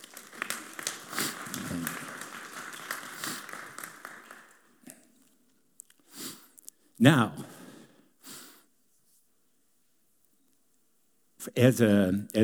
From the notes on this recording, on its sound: Delivered on 21 January 2018 at Grace Church of La Verne .